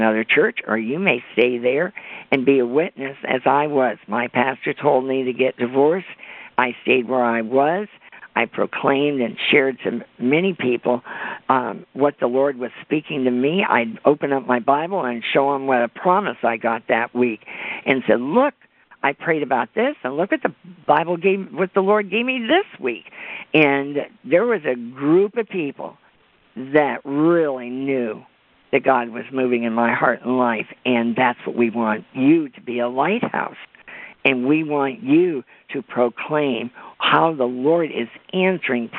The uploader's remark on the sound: CONFERENCE CALL